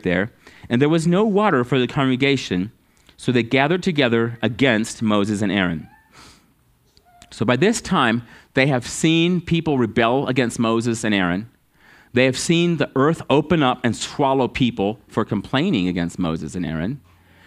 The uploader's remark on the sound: at Living Water Fellowship Denver's Sunday morning service on October 9th 2022.